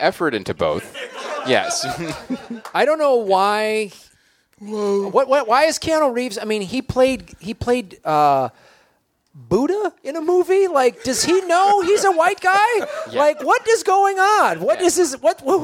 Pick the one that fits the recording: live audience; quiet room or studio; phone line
live audience